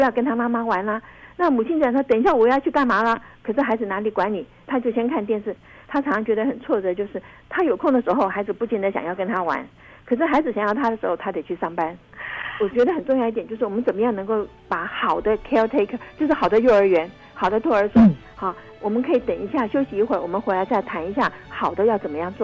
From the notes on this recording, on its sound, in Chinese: 因疫情關係，本集節目採電話連線收音，聲音品質請大家包涵。